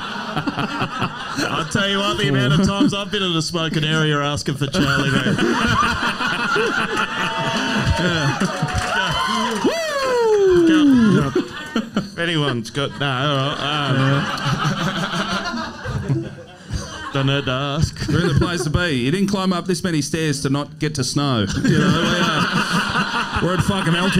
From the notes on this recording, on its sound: The second half of our Melbourne Live show